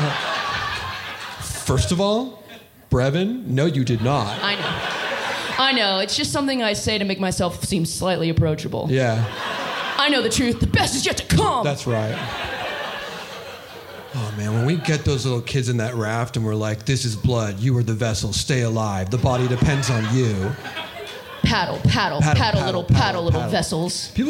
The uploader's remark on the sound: The following was recorded live on 9-20-2023 at the Bourbon Room in Los Angeles.